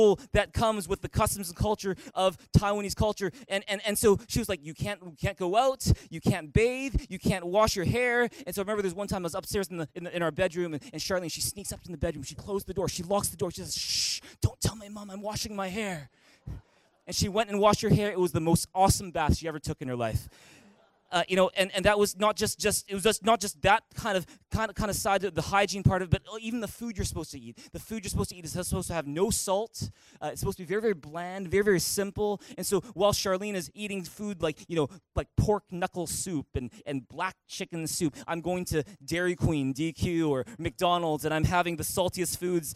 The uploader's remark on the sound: Recorded on December 30, 2018 at THRIVE Church Vancouver, Canada